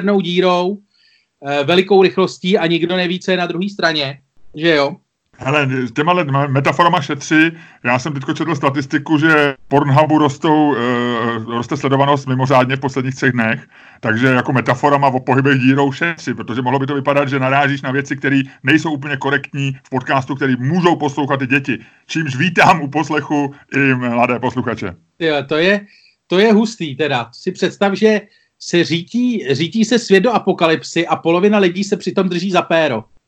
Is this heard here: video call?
yes